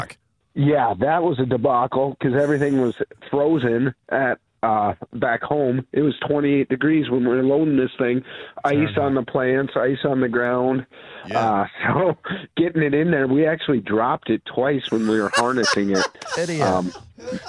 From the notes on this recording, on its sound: joins us on the phone